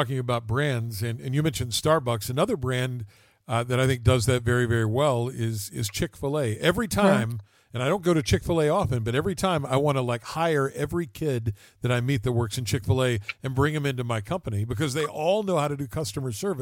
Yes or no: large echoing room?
no